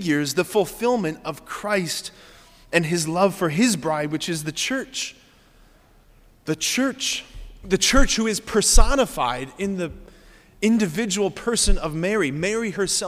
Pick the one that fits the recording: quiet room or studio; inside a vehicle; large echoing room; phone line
large echoing room